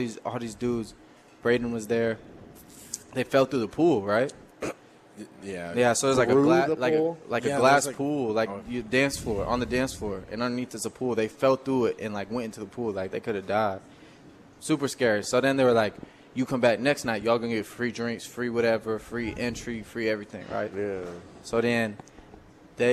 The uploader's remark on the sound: Live from Daq Shack!